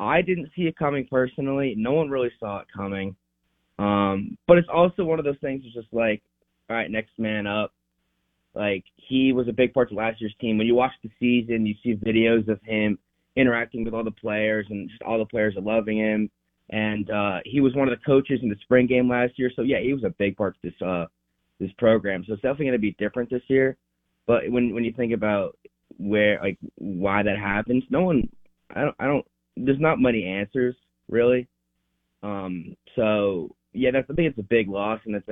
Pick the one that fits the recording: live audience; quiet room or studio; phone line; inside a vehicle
phone line